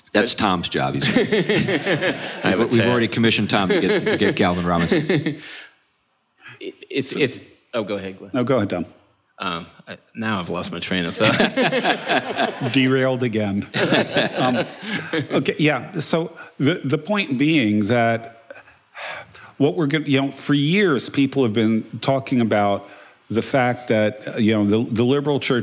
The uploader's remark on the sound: together live again this week, meeting at the Preservation Company in Huntsville, Alabama